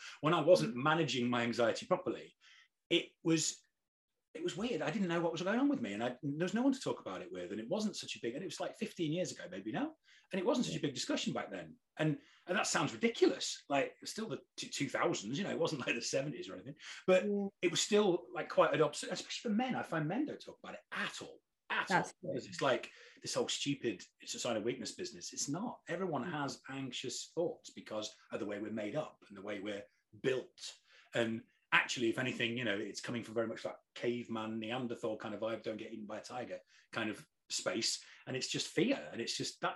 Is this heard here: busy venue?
no